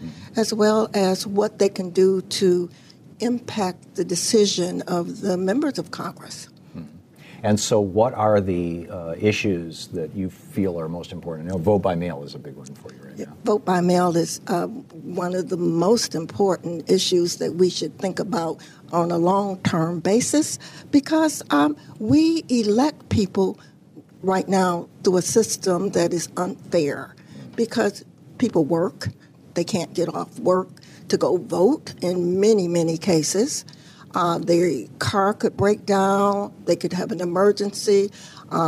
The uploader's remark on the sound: Broadcasting LIVE from the American Postal Workers Union